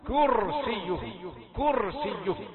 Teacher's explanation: الكاف مرققة في كرسيه والراء مفخمة